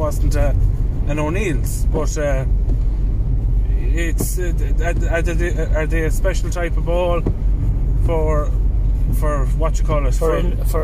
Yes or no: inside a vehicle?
yes